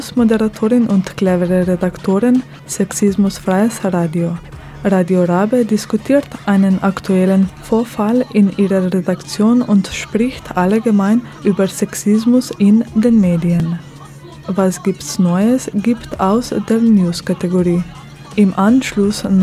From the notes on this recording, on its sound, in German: Wurde der Internationalen Frauentag am Linzer Hauptplatz zelebriert. Zu hören ist eine Soundcollage von den Happenings am ersten Feminismus und Krawall Camp und den Aktionen am Internationalen Frauentag.